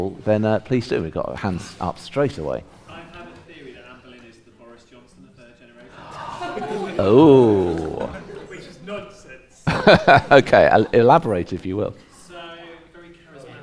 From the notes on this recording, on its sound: Live at Ludlow. We share our live podcast recorded at the Ludlow Assembly Rooms on Saturday 17 June 2023. Get the audience to vote for who they think was the greatest of them all.